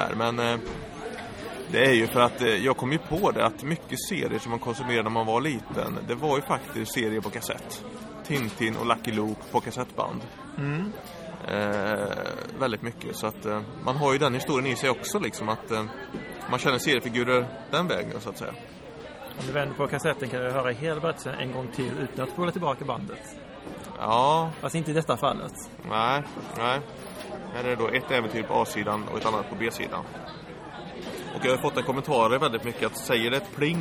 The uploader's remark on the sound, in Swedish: Har bord på Stockholms Internationella Seriefestival. Direkt från försäljningsbordet, mitt i festivalvimlet.